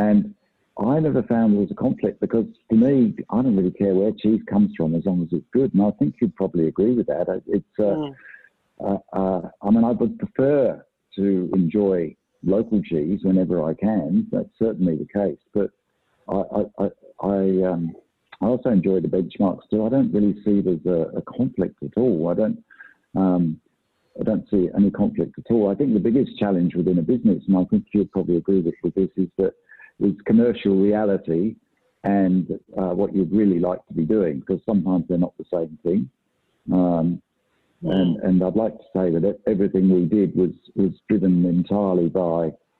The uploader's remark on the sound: Webinar recording.